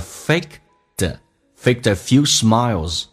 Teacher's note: smile 后面加 s 发 z